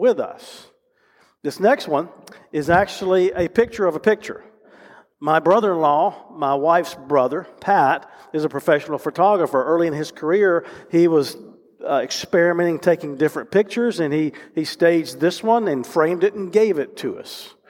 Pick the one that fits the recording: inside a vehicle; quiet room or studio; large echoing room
large echoing room